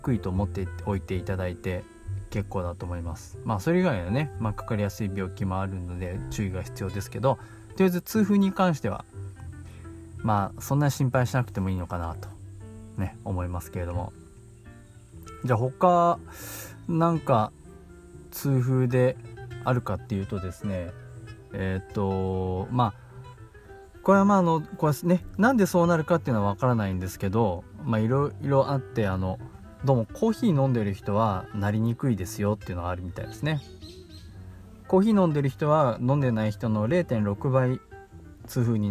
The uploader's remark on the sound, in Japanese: 40度にもなる群馬は、本当に暑くてたまりません。そんな中、少しでも涼しく感じられるように、高原の湖畔で録音してみました。蝉の音や鳥の声が入って居て。